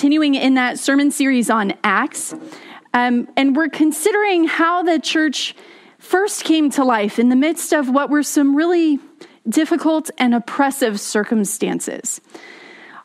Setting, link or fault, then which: setting, large echoing room